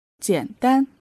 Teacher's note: third tone and the first tone